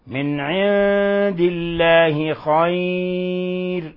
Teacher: الحكم التجويدي إظهار حقيقي، إظهار حقيقي، لأن العين من حروف الحلق ومن حروف الإظهار الحقيقي